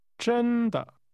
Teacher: Really starts with a high level tone.Followed by a soft falling tone.